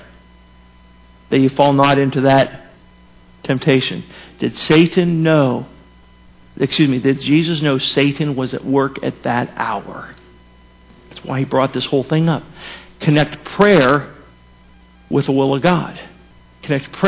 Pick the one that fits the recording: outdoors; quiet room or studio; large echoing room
large echoing room